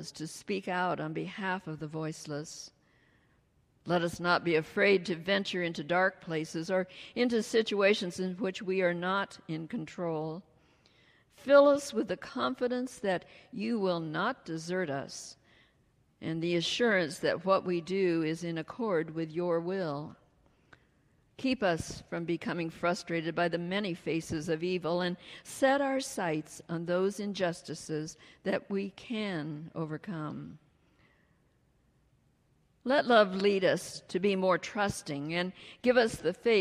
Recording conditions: large echoing room